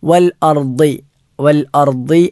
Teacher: നമ്മുടെ നാവിൻ്റെ ഇടതുഭാഗം ഇടതു പല്ലുകളിലോ അല്ലെങ്കിൽ വലതുഭാഗം വലതു പല്ലുകളിലോ സ്പർശിക്കുന്ന രൂപത്തിൽ ഉരുവിടേണ്ട അക്ഷരമാണ് ദ എന്നത്.